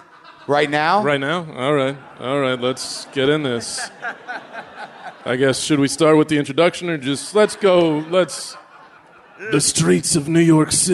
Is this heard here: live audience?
yes